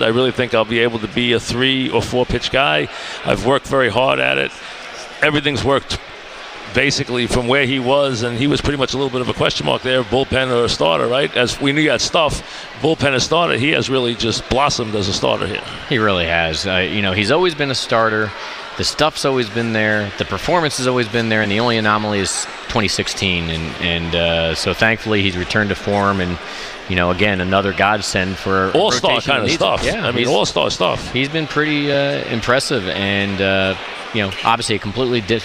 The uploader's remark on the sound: live at Grand Central Teriminal